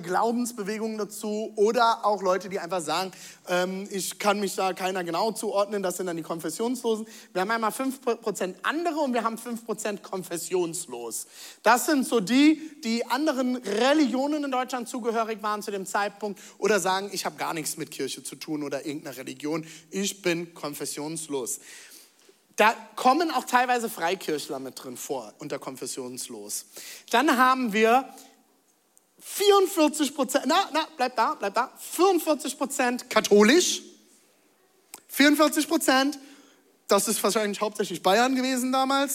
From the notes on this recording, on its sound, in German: Zealchurch Leipzig. Audiomitschnitt der Predigt.